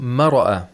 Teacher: We hear that the Ra has a kind of qalqala.